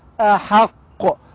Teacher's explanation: قاف حرف مشدد موقوف عليه مع القلقلة